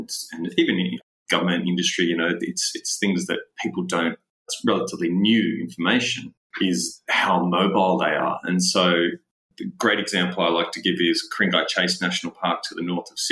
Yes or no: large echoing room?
no